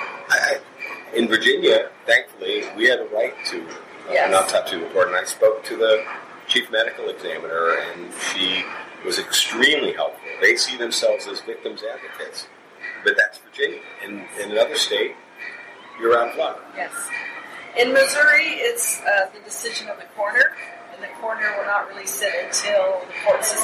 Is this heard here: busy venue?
yes